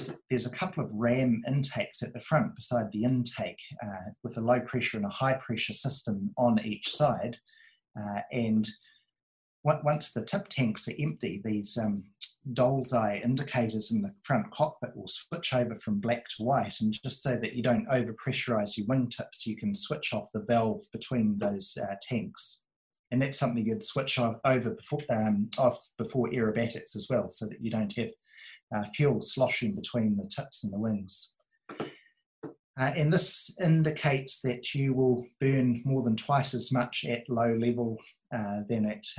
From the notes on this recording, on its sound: The first ever WONZ Virtual Forum Meet, via Zoom, as a result of the Covid 19.